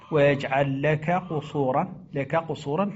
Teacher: فالقاف تدغم في الكاف والكاف تدغم في القاف